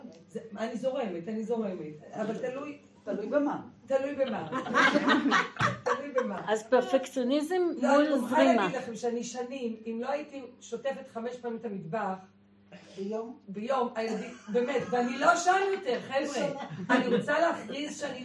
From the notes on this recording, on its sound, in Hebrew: הקלטת שיעור חי ראשון. במסגרת תוכנית הלימודים השנתית של בית המדרש מתן שומרון, שמתקיימת בבית הכנסת המרכזי בקרני שומרון בימי ראשון בבוקר.